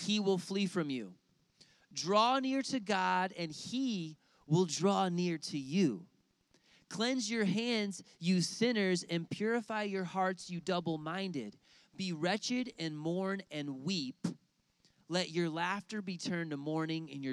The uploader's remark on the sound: outdoors at a lakeside service